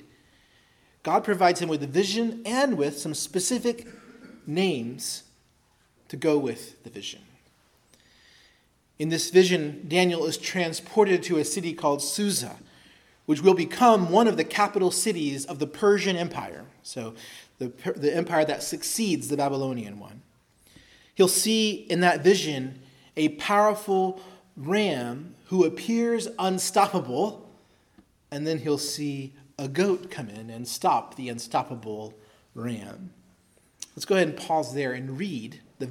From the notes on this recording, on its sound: preached at Christ Our Savior Baptist Church